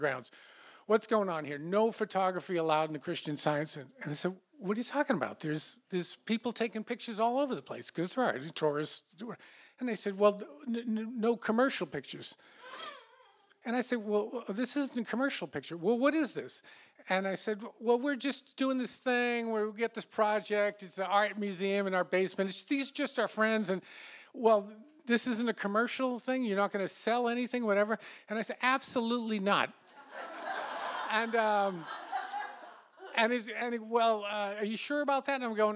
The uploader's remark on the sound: These stories were recorded in front of a live audience on August 14th, 2018 at Wellfleet Preservation Hall in Cape Cod, Massachusetts.